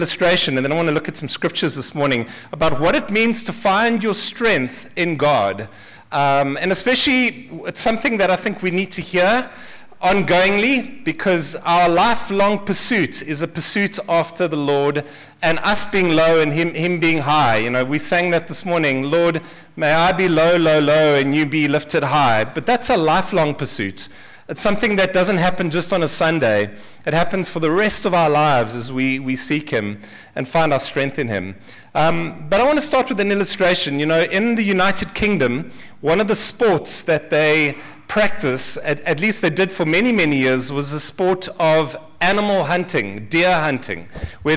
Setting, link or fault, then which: setting, large echoing room